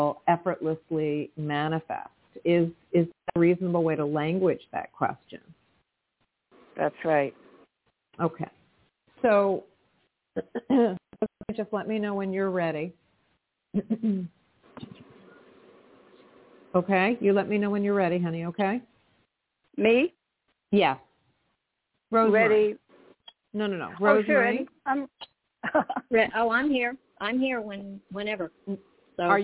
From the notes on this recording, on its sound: in response to callers' questions